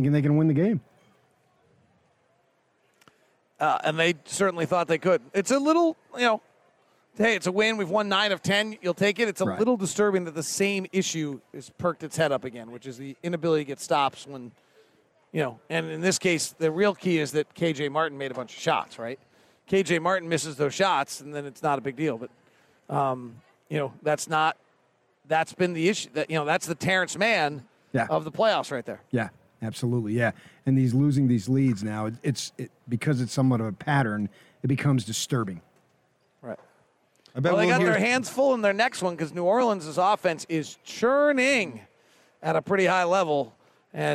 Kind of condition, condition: setting, busy venue